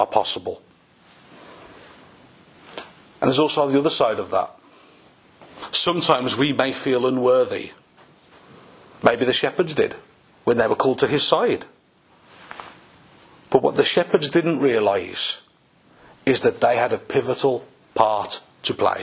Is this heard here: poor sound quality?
no